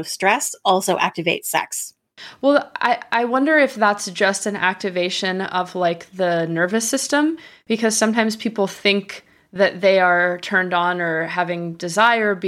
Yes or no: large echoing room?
no